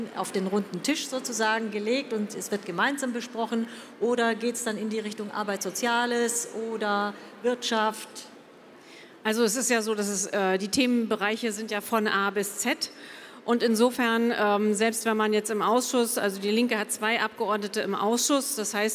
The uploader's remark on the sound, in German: Podiumsdiskussion des Petitionsausschusses